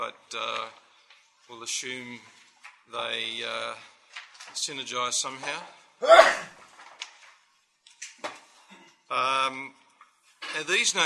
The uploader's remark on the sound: This audio was recorded as part of The Geneva Push's 2012 conference for network coaches.